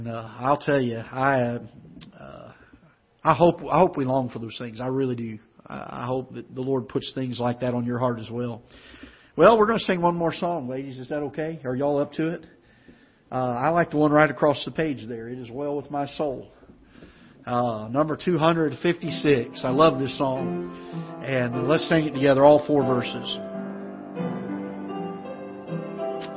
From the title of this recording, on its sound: Ketha Heights Baptist Church ~ Live Broadcast